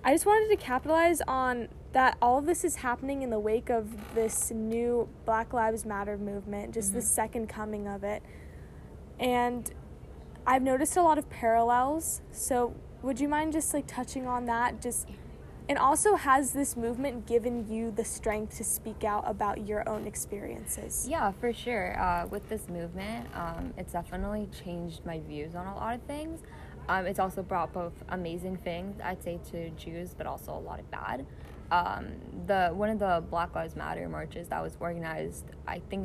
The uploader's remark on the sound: From her own backyard in an in-depth (and socially distanced) conversation. Yes, there is some background noise!